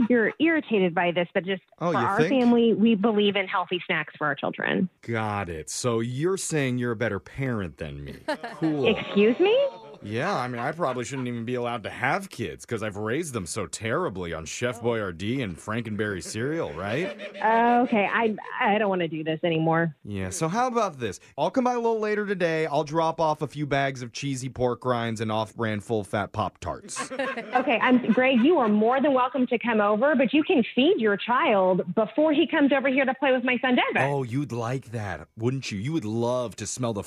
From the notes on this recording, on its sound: Phone Tap